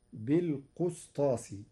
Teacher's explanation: قرأ ورش كلمة بالقسطاس بضم القاف فتصير بالقسطاس، والكسر والضم لغتان عند العرب.